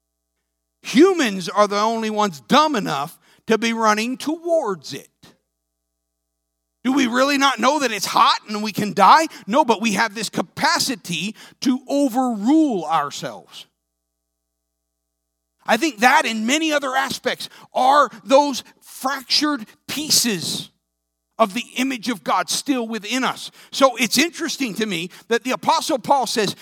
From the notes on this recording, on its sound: This sermon was recorded live on February 13th, 2022 at Newark United Pentecostal Church.